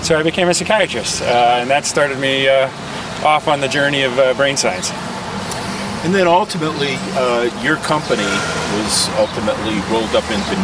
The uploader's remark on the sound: Takin A Walk in the Public Garden in Boston